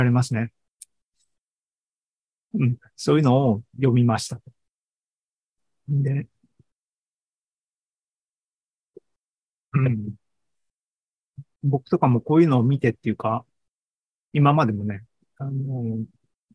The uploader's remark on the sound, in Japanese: シーズン４４は２０２３年８月２６日に開催した ZOOMライブの模様です。